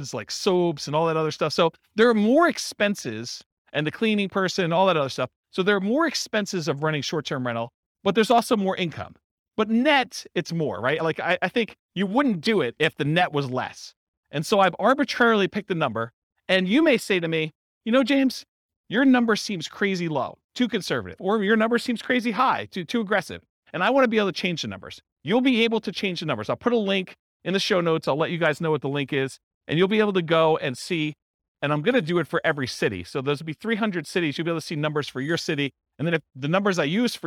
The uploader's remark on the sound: This was a live class recorded